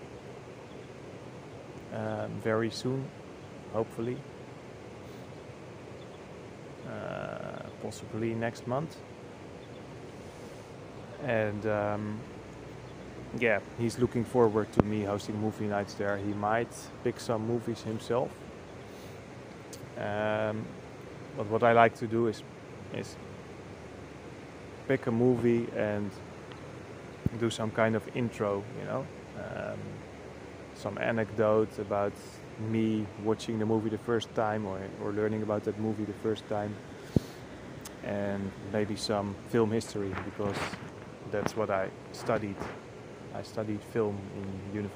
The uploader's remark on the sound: I recorded this one at the river, just after breakfast.